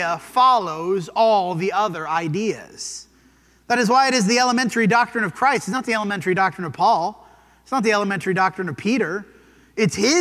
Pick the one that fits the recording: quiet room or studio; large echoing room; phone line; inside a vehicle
large echoing room